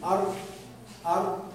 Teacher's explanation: مخرج الراء من طرف اللسان